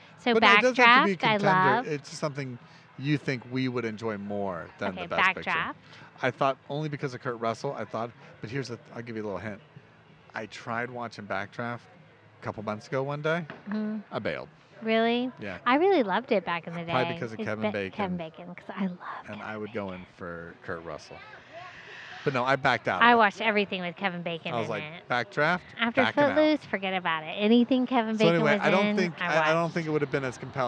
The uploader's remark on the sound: This episode was recorded in Tampa, Florida at The Independent Bar and Cafe located in the Seminole Heights neighborhood.